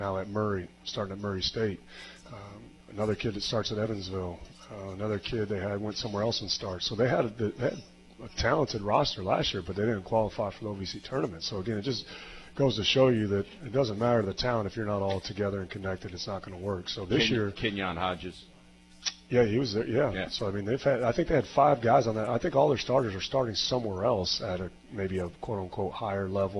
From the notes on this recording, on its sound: Live from Wings etc!